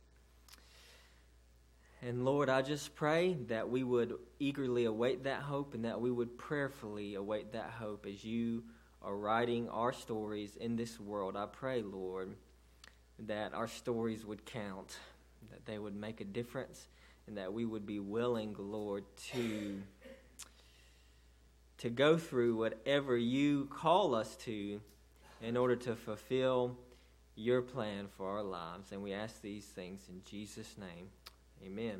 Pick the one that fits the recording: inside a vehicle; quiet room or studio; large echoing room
large echoing room